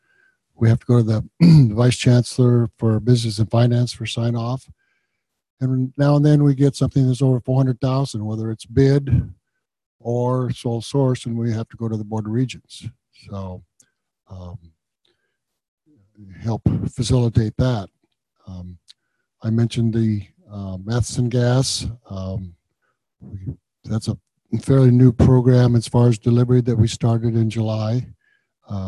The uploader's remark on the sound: This is the Zoom recording for the PED Talks meeting